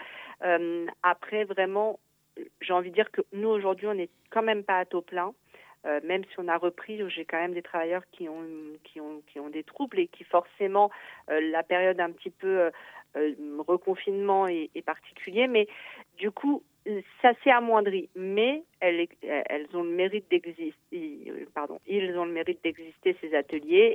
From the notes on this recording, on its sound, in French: (en Studio) et un usager par téléphone.